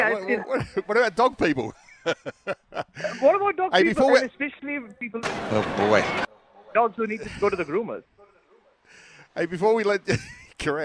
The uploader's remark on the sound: on location at Solitaire Volkswagen in Medindie